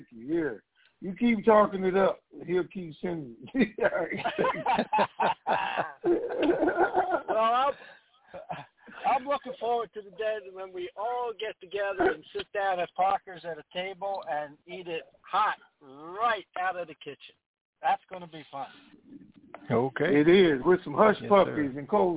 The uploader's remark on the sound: TNTSuperfantastic Conference Call 2